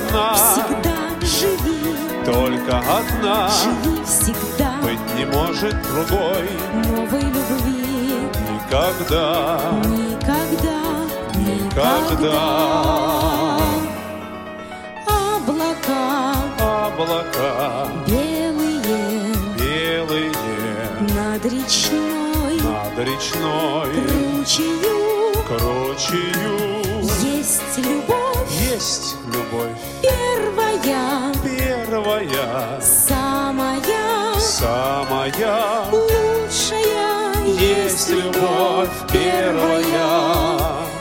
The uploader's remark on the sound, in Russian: Фрагменты концерта в Центре культурно-спортивной реабилитации Санкт-Петербургской региональной организации ВОС.